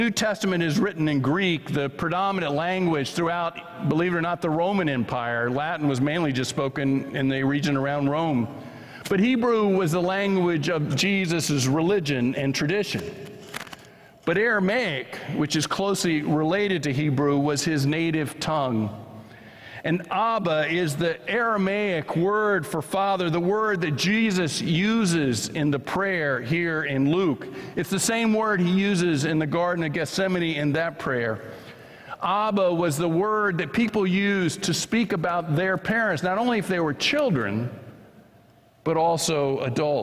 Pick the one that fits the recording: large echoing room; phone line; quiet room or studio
large echoing room